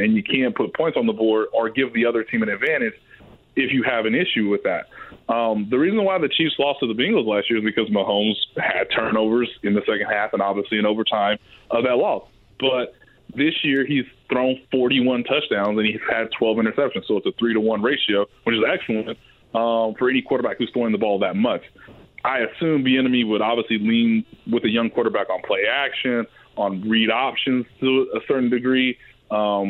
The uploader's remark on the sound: They then open up the phone lines and take some calls from listeners!